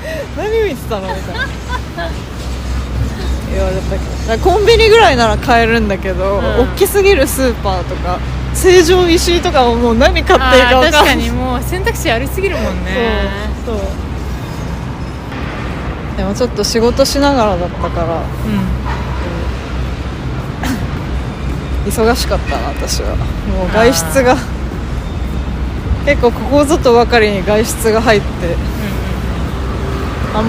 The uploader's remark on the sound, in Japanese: 東京散歩しながら。年末の帰国で一年半ぶりの再会を果たし、久々の対面収録になりました。せっかくなので街をぶらつきながら。